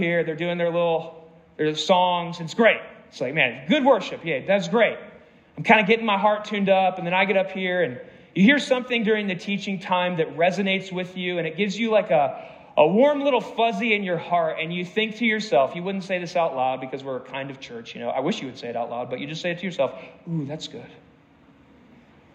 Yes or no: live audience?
yes